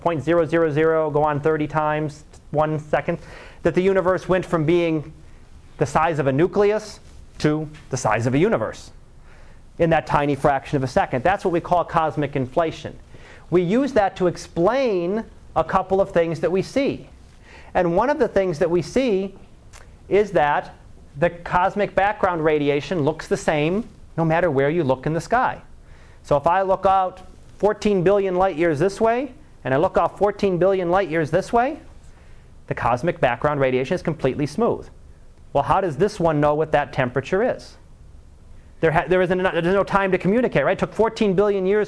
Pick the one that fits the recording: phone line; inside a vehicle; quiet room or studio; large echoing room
large echoing room